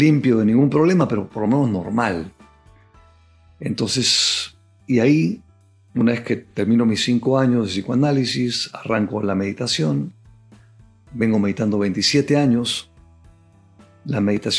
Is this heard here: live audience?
no